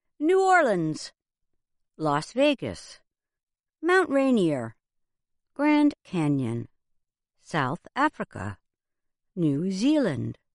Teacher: Proper nouns that are more than one word are considered compound nouns, and they usually carry the stress at the start of the second word